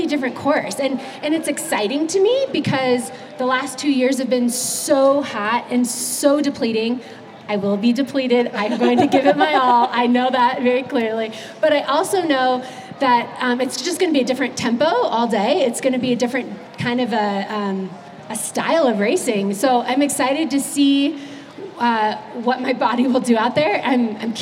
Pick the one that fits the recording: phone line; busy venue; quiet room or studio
busy venue